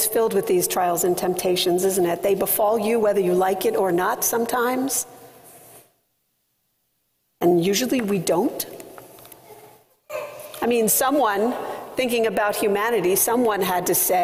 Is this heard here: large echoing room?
yes